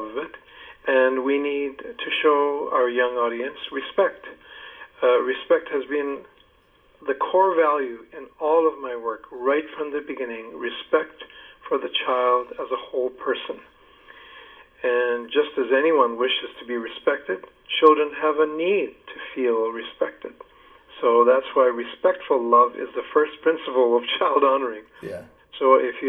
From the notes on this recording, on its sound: I spoke on the phone